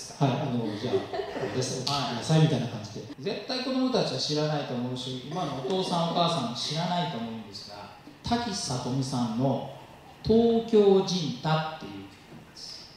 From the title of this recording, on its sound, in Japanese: 11/27公開録音Part1